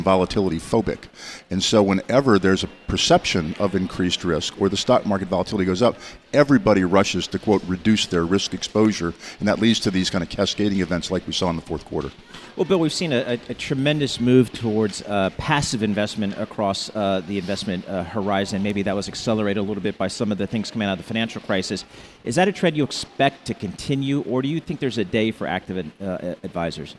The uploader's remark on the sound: Broadcasting live from the 9th annual Quinnipiac G.A.M.E. Forum in NYC.